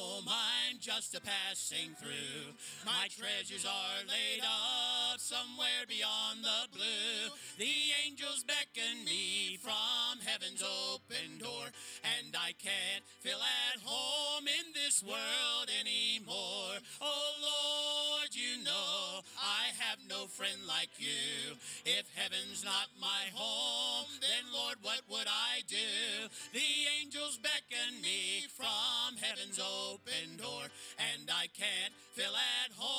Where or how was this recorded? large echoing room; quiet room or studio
large echoing room